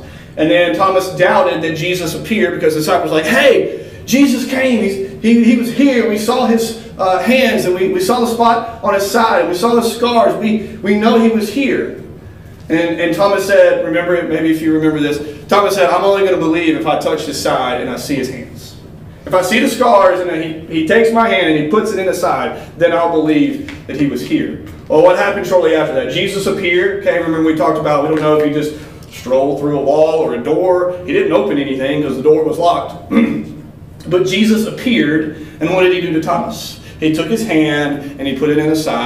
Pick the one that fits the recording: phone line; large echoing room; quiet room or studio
large echoing room